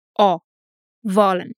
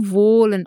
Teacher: Wollen. Note que, como temos consoante dupla, dois L's, o som é curto e aberto. · Shown in: first take